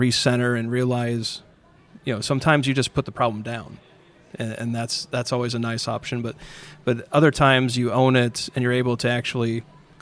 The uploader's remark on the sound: At The Path to Agility Conference.